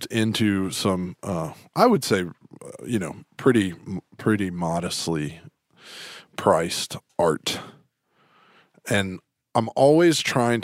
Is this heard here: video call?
no